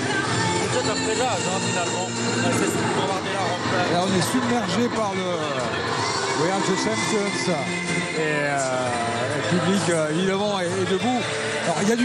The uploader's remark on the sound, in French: en direct du stade de France